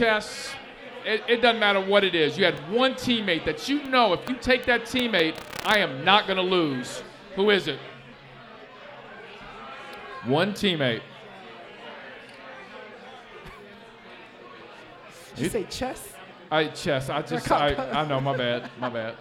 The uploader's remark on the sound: live at Mio's